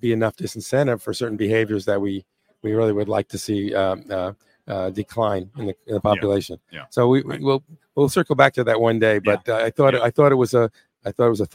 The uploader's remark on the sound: RetailWire Live at NRF 2024